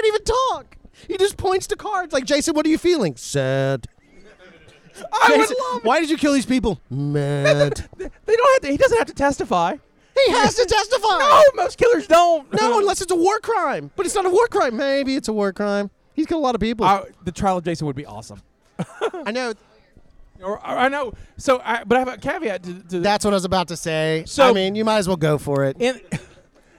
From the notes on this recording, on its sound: Live from Halloween Horror Gras!